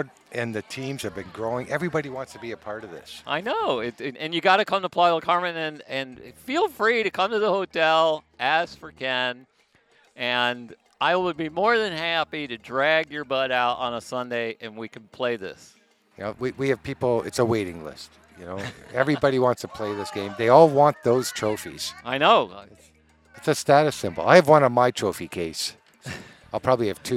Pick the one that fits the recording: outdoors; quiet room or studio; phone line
outdoors